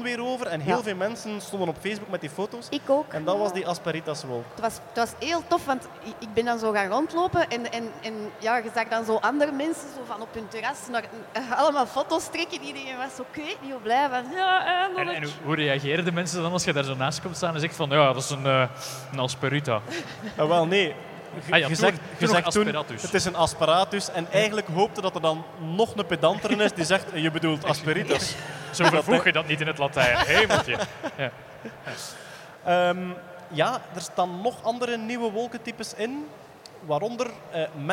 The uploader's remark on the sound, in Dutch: Deze maand live vanop FACTS in Gent